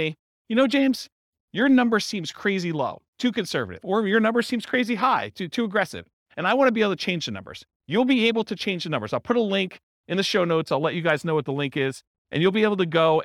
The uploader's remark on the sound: This was a live class recorded